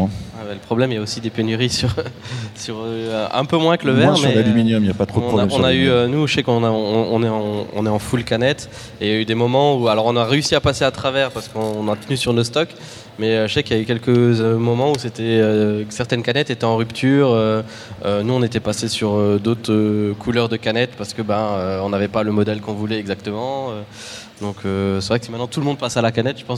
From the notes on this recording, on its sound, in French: Table ronde enregistrée en public lors de la 1ère édition du Reims Beer Festival, au Parc des expositions de Reims.